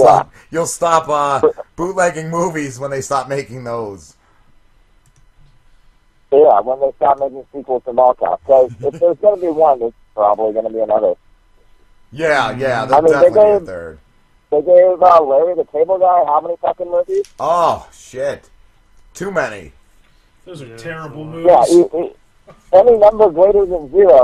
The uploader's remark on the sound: call in along with a fantastic new caller